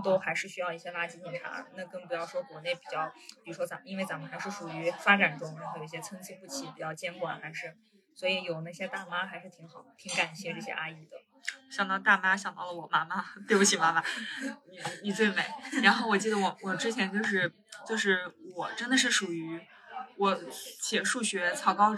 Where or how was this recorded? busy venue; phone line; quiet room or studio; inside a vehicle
busy venue